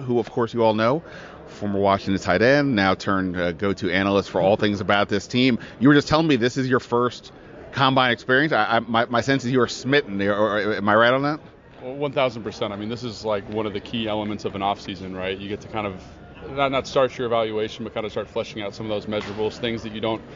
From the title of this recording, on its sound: Live from the NFL Combine